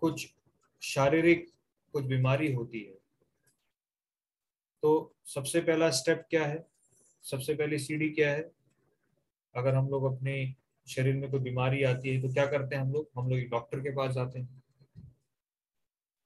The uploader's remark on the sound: Zoom recorded class